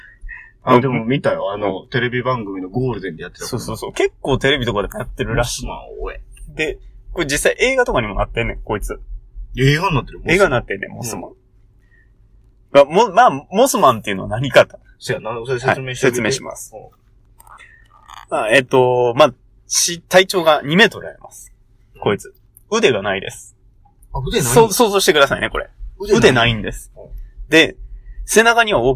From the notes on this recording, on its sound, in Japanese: 今回車内録音のため音が籠っております。毎度毎度録音環境が安定しなくて申し訳御座いません。